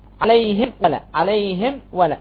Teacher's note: ميم ساكنة بعدها واو، هذا يسمى إظهار شفوي، لأن الإظهار الشفوي يكون عند الفاء والواو إذا أتى قبلها ميم ساكنة.